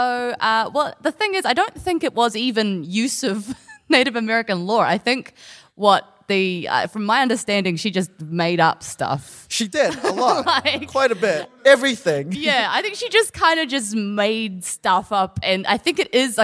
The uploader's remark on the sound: our live audience